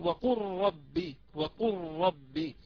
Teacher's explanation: كذلك إذا عندي لام متطرف بعد راء مثل وقل ربي، وقل ربي زدني علما مثلا، هنا أضغم اللام المتطرفة في الراء فأقول وقل ربي، وقل ربي، وهذا إضغام كامل علامته ظهور الشدة على الحرف المضغم فيه.